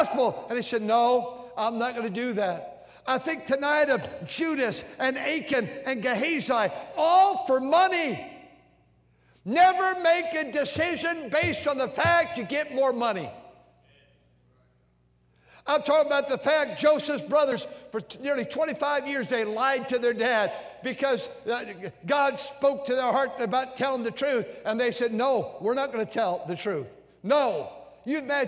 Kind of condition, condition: setting, large echoing room